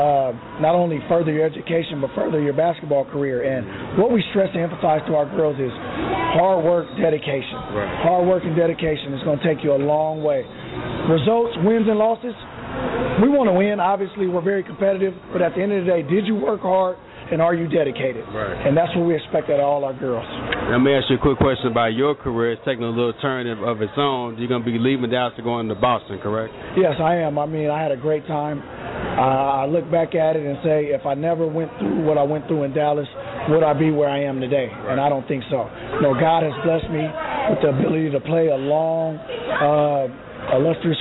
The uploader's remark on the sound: Live broadcast of Texas 5A high school football